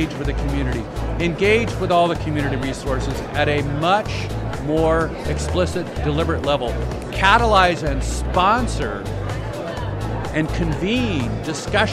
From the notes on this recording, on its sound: LIVE from #HiMSS16. In the LIVE from HiMSS16 series we were privileged to chat.